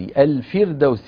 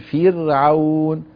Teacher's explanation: الفردوس الراء مرققة، لماذا؟ لأنها ساكنة وقبلها مكسور.